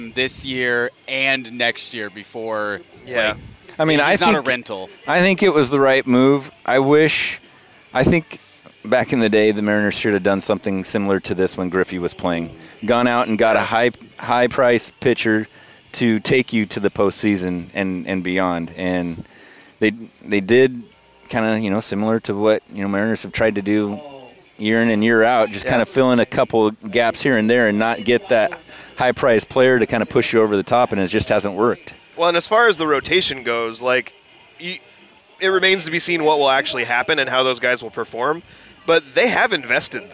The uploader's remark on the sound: Recording Live at the Wiffle Ball Tourney. Set up a mobile recording studio at the 3rd Annual Young Life Wiffle Ball Tournament.